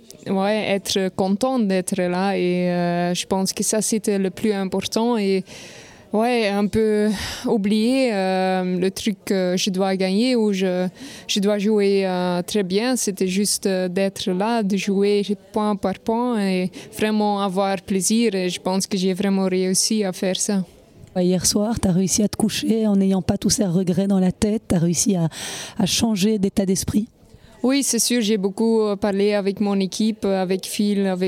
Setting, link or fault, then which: setting, busy venue